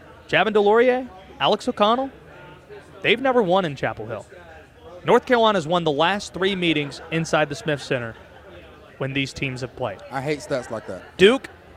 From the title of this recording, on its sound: Live at KickBack Jacks